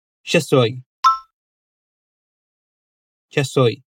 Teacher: Aqui a … fala de uma forma mais natural e relaxada, de modo que esse já estou soa como já soy, como se juntasse as duas palavras e cortasse esse e do estou